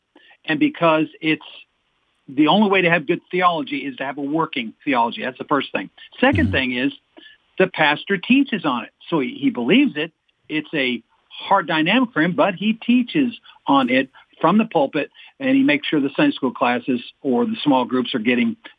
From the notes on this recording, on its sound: Today's Phone Guest.